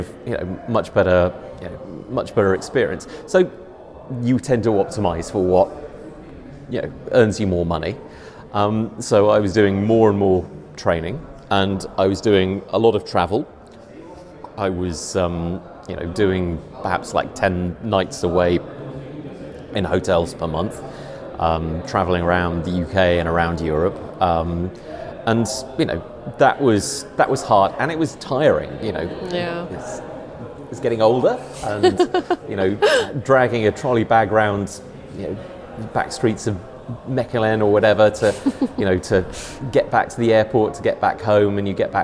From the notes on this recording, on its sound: recorded at DataMinds Connect in Belgium